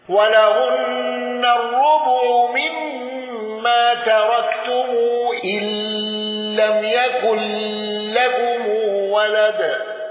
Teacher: الأصبهاني بقصر الصلة والغنة